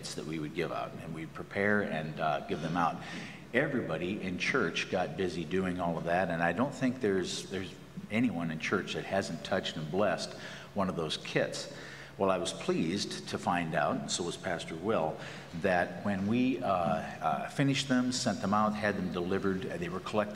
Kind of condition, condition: setting, large echoing room